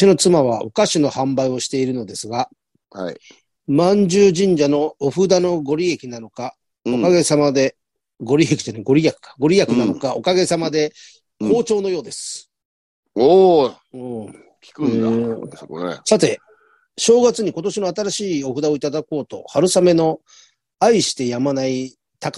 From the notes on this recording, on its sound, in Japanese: ZOOMで収録